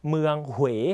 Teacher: สังเกตตัวอูคือเสียงเลื่อนนะครับทำให้เราต้องออกเสียงห่อปากนั่นเองนะครับ